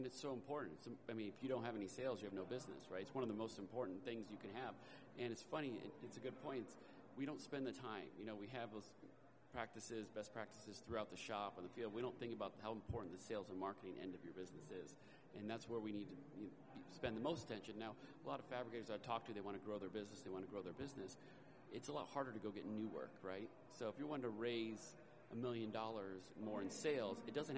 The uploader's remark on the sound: Recorded live at Coverings 2022.